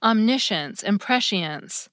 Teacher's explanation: some of them kept their Cs, but also sound like SH words now